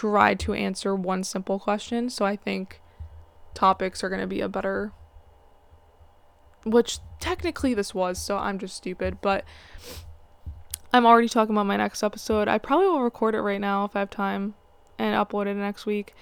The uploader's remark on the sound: Apologies for the background noise and average audio, it will only get better.